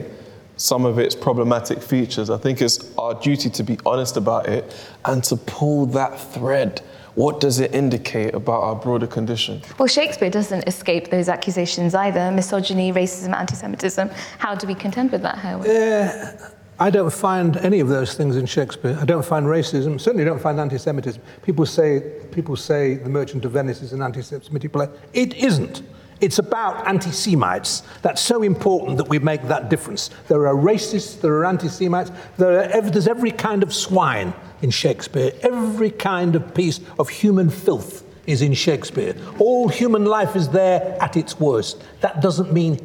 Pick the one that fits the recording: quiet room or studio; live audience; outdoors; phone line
live audience